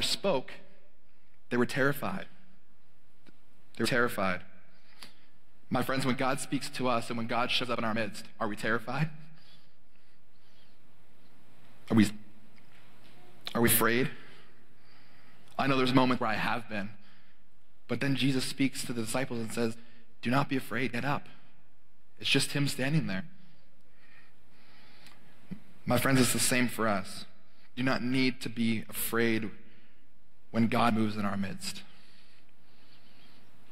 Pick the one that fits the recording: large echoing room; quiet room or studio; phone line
large echoing room